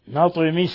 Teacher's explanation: ولاحظوا قلقلة الطاء لسكونها لأنها من حروف قطب الجد